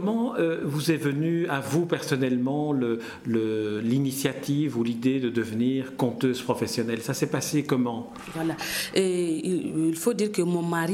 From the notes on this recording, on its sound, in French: Lors du 22ème Festival interculturel du conte de Chiny.